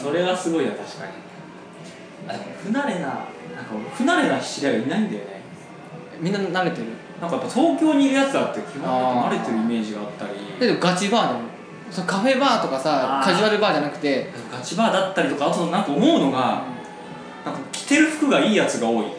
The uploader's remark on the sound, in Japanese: カラオケで録音したので若干後ろがうるさいかもしれませんがあしからず。